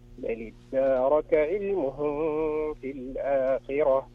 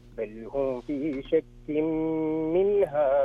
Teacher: الأول قرأته بالغنة والثاني بدون الغنة